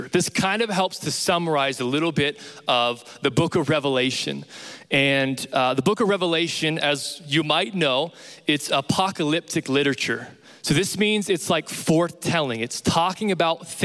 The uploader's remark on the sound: Recorded live from Capital Young Adults.